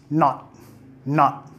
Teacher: Pegamos a las encías superiores, lo soltamos para hacer la T. Stop T, hacemos la primera parte nada más. Not. Y quedamos aquí arriba, ¿ya?